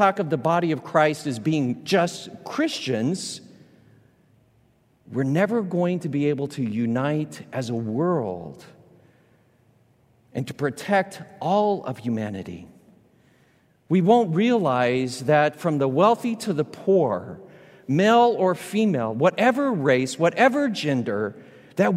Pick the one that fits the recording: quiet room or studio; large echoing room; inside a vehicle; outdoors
large echoing room